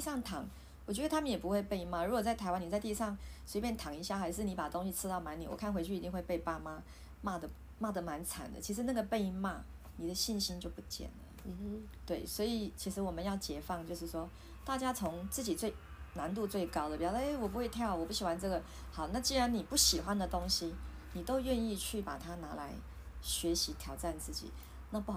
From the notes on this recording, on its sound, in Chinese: 錄音設備：iPad Pro 2020